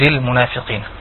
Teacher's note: الفاء من مخرج زي ما قلنا بين الاطراف الثنائيه الاطراف الثنائيه مع بطن الشفه السفلى